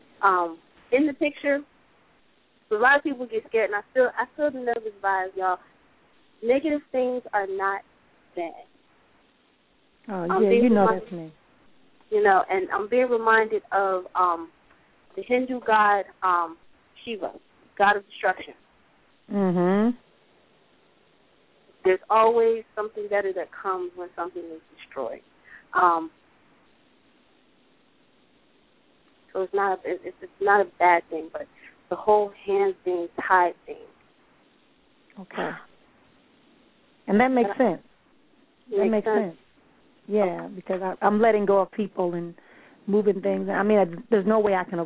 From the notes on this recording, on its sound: Via phone and Skype.